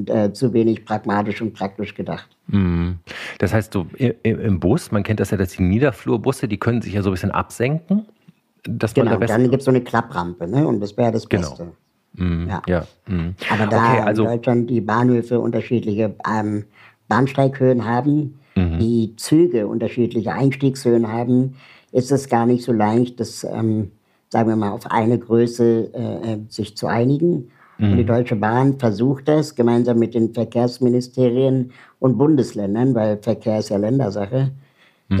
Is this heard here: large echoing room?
no